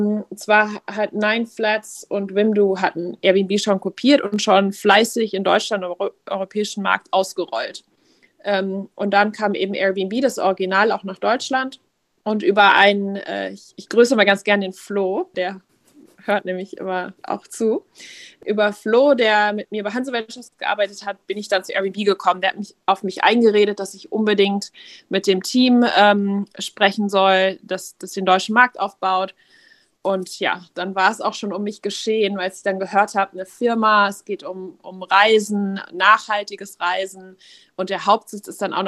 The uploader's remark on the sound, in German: aufgezeichnet wurde diese Episode auf dem neuen sozialen Netzwerk "Clubhouse"